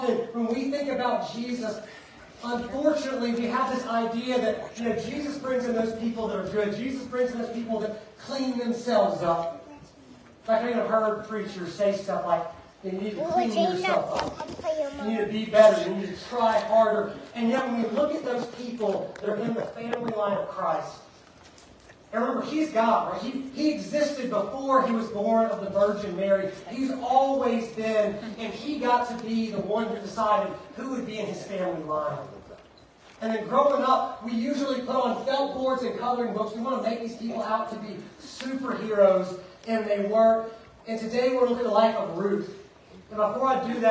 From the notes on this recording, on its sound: Preached at Fairview Church in Montgomery, Alabama on November 26th, 2023.